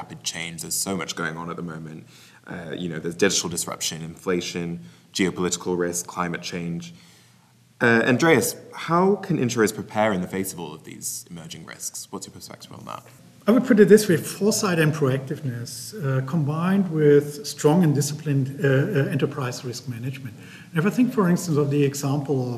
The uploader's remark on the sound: recorded on-site at Insurance Innovators: USA